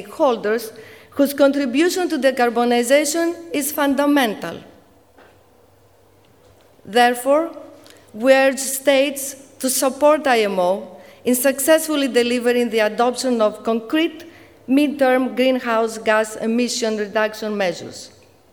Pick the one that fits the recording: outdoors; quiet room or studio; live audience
live audience